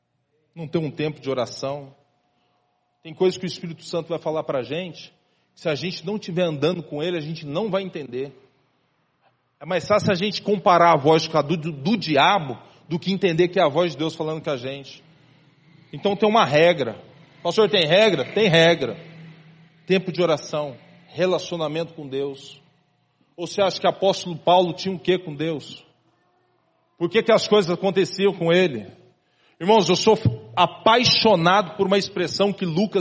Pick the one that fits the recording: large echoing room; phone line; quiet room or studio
large echoing room